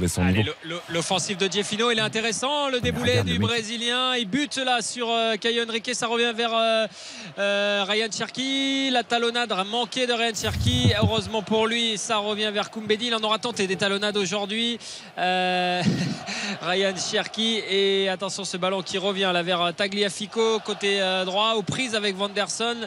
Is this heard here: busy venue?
yes